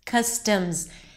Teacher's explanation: the S is pronounced as a Z. · IPA: ˈkʌstəmz